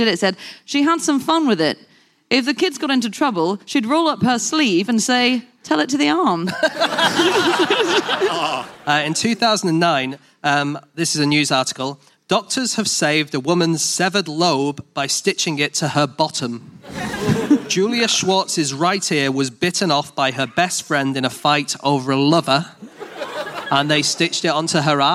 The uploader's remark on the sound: Live from the Lyric Theatre in London